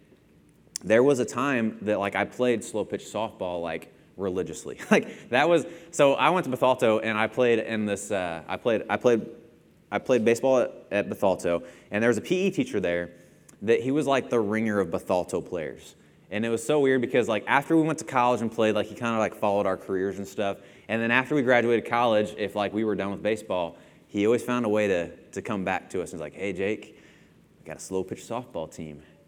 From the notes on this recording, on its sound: Lesson presented at The Crossings Church Collinsville in Collinsville, IL